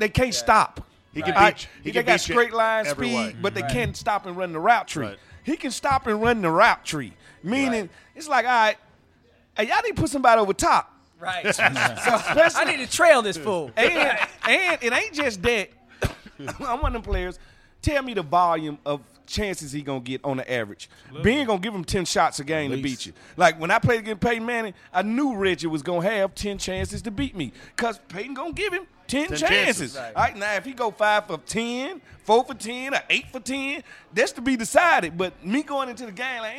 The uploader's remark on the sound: RECORDED LIVE at DC PRIME STEAKS in Ashburn VA.